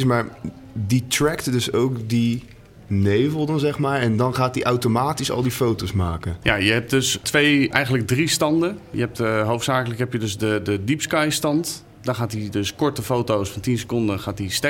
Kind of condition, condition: setting, busy venue